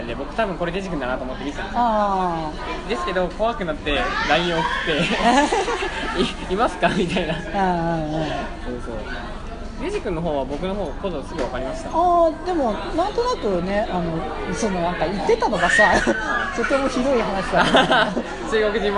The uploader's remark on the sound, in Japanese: 東京デート。初の野外での収録でどきどきでしたが楽しかったですね～。